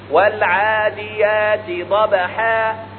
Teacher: والقلقلة أقرب ما تكون إلى الفتح وليست إلى الكسر